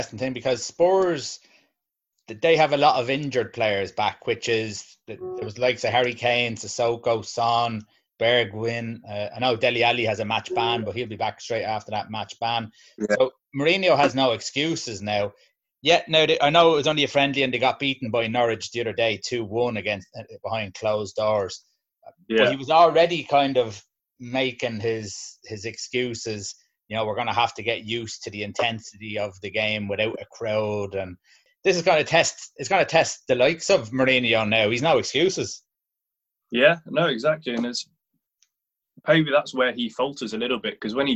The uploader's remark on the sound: Zoom Show